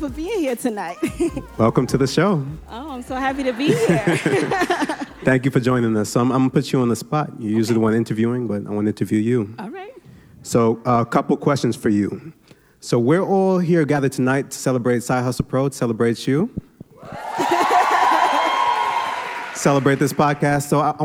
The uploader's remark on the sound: LIVE PODCAST!